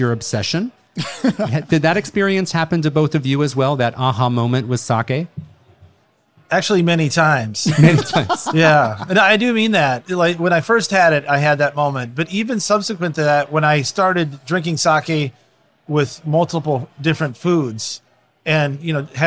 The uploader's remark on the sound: LIVE! The American Craft Sake Festival 2023. Sake Revolution hosted a live podcast recording of a "brewers roundtable" on stage in front of an enthusiastic crowd of sake lovers at the Festival. It was our first time recording in front of an audience, so you may notice some differences in our audio along with some background noise.